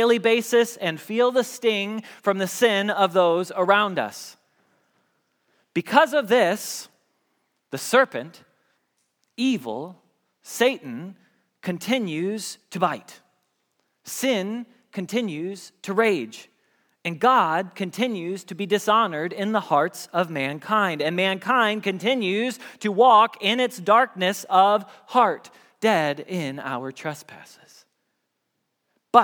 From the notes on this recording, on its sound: Message Preached at Valley Creek Church